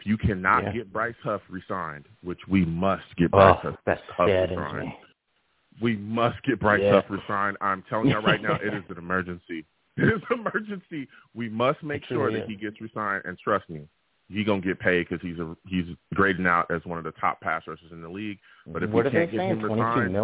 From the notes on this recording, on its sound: I take live callers!